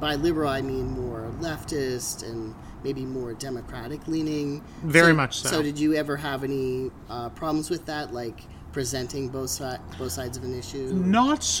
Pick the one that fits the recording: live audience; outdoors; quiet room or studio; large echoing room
outdoors